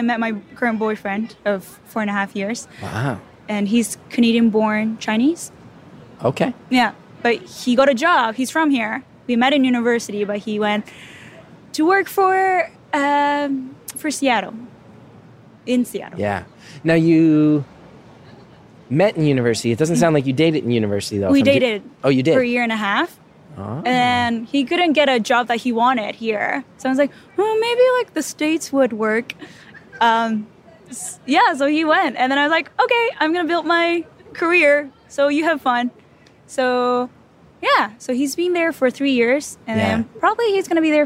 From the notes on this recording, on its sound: recorded this just outside of an acoustically perfect concert hall in a noisy Toronto park